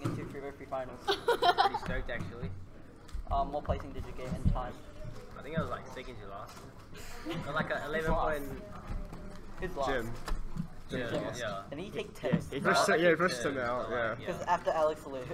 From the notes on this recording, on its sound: we recorded the scene at New Zealand Nationals 2019